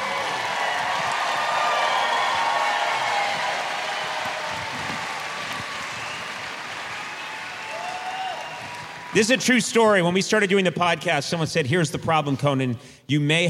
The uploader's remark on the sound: Live from the Wiltern Theatre. Takes live voicemails.